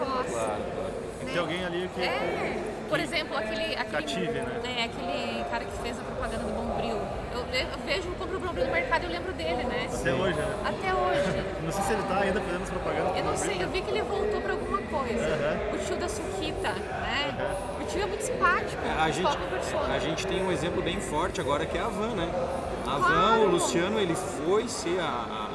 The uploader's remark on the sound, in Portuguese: Este é o primeiro episódio da série especial de podcasts gravados no Evento Hoje 2019 em Concórdia.